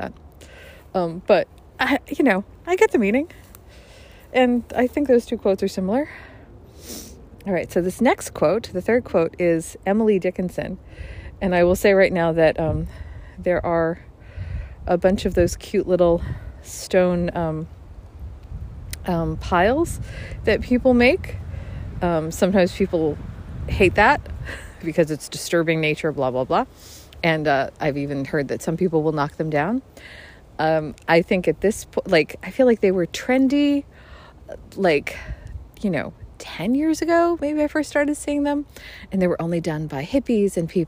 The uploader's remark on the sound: Additional commentaries are recorded at Walden Woods Stonehenge & the replica Cabin.